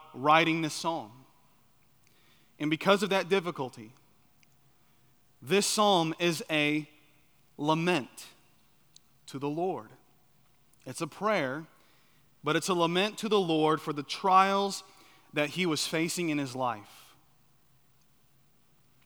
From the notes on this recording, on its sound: At Chaffee Crossing Baptist Church in Barling, AR.